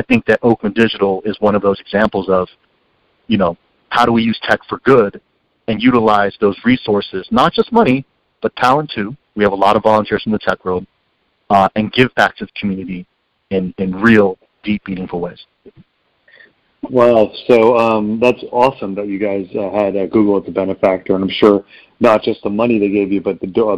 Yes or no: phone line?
yes